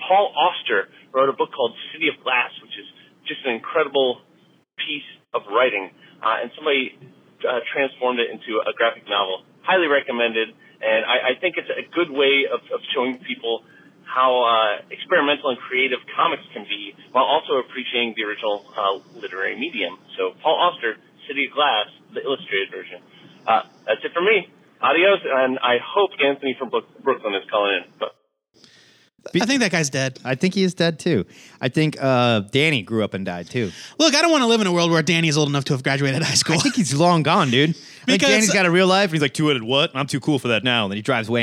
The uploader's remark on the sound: the weekly, comic book call-in show where YOU control the topics!